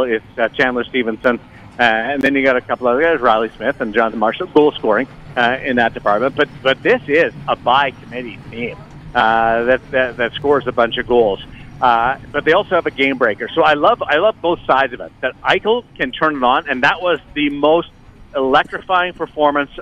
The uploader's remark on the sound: LIVE AT LV BALLPARK